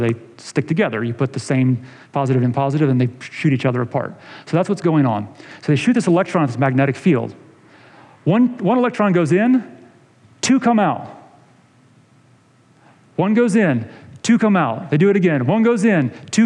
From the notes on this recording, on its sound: this episode is a sermon delivered in August of 2020